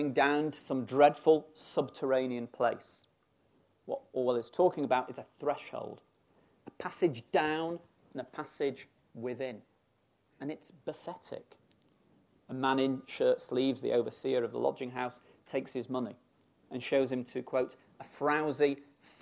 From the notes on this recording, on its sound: Birkbeck Inaugural Lecture